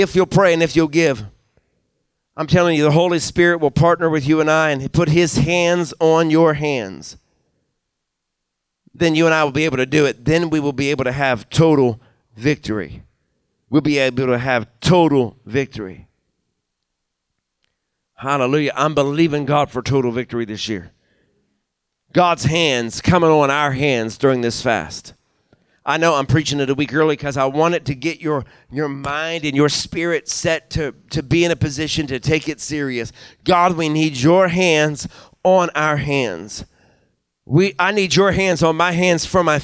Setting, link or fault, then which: setting, large echoing room